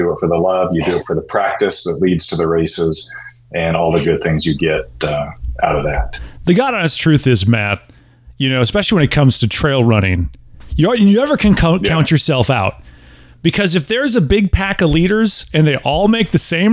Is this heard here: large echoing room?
no